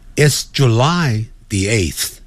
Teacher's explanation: 8th 那个舌头一定要吐出来，上齿下齿轻轻咬住